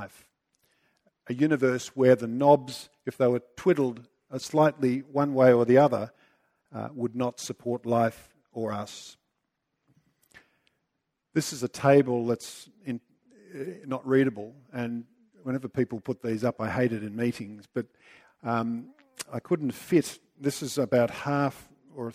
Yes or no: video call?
no